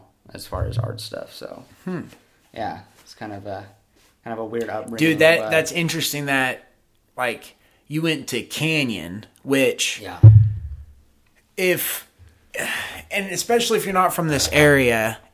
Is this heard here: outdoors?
no